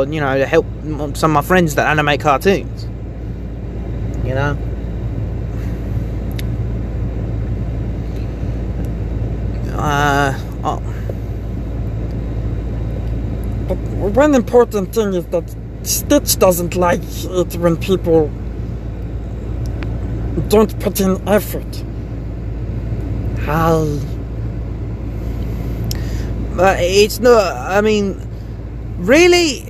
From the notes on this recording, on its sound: Just me screwing about in the car.